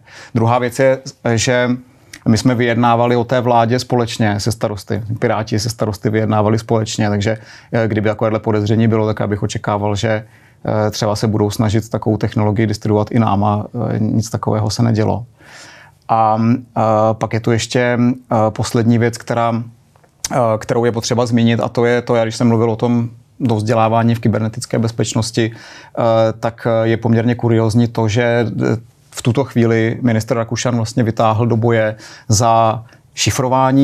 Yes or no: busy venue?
no